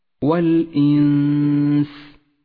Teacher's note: حركتان والإنس حكم الإخفاء حيث جاءت النون الساكنة وبعدها حرف السين تخفى النون في السين مع بقاء غنة للنون زمنها حركتان